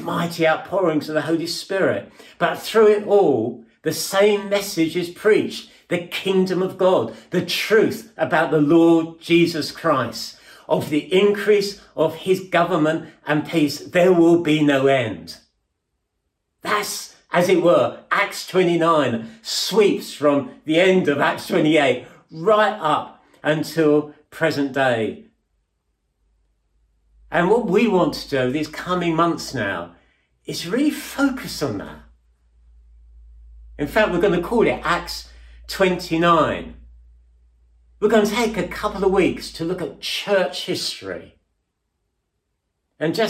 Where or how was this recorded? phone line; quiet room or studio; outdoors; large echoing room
large echoing room